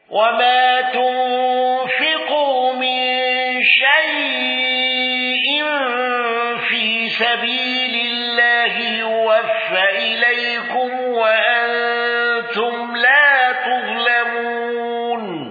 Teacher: خلف عن حمزة بترك الغنة والسكت على شيء